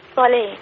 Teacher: ما اقول لحضرتك قولي معايا كده لا انت بتقولي فبتقطعي الصوت في الصاد، والصاد فيها صوت بيجري وفيها نفس بيجري كمان